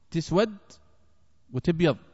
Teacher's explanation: فبنو أسد ما كانوا يفتحون التاء تسود وتبيض وإنما يكسرونها فيقولون تسود وتبيض، وأيضا كان هذا يباح لهم في ذلك الوقت.